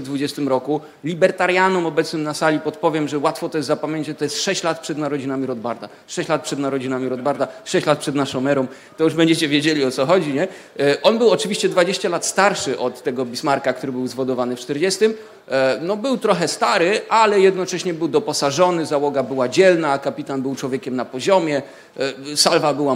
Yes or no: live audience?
yes